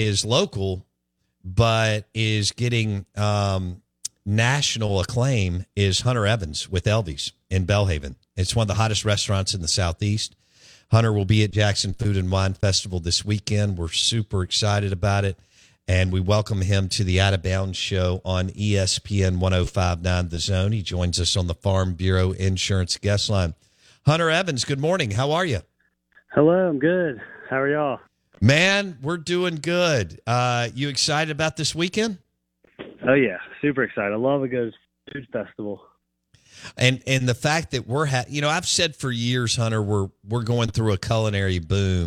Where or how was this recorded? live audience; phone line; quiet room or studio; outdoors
phone line